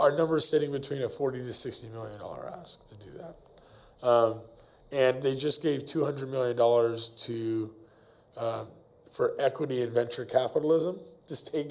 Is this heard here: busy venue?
yes